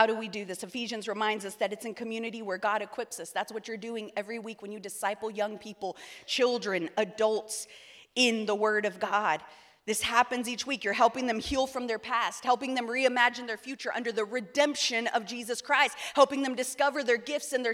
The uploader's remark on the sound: EQUIP Conference 2023 – Main Session 4